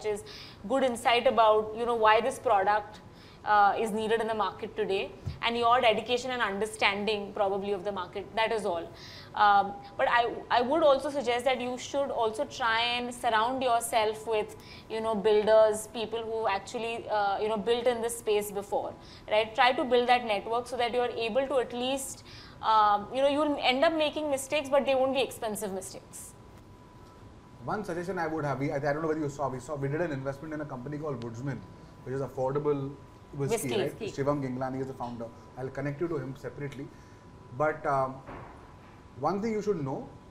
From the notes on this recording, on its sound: As we bring you an exhilarating live shoot from the Bombae Pad! With a vibrant audience of dynamic women from the startup ecosystem.